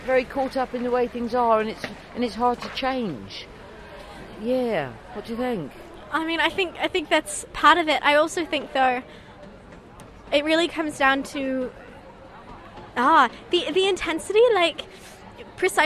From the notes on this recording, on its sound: Live from school strike